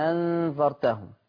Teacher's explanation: هنسهل الثانية مع الإدخال